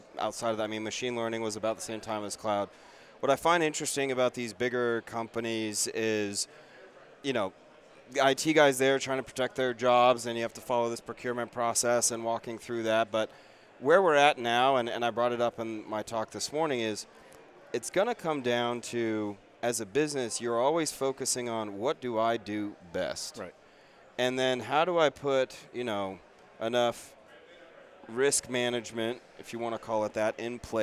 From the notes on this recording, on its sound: In this special live episode of The IT Crowd Podcast, recorded at Corva's annual event, Corvacon.